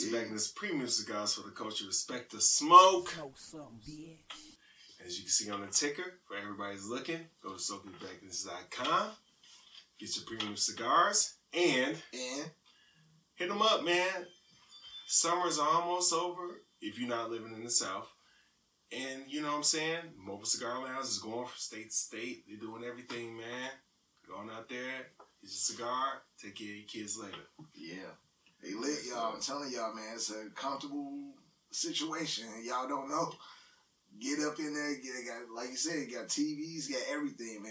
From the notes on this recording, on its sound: Please Excuse The Audio